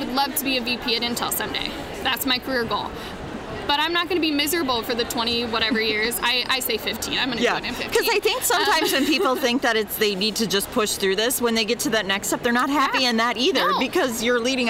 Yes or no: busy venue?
yes